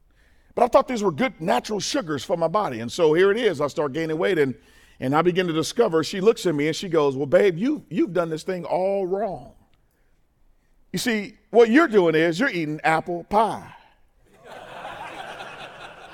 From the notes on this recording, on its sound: In this second session of the 2024 435 Men’s Conference at FFC.